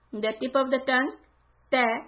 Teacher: So for ta, the tip of the tongue, ta, is hitting like the back of the front teeth.